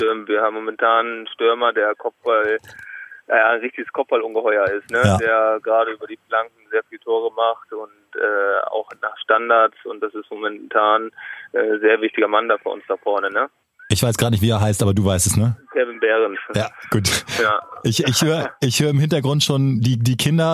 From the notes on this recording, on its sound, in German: am Telefon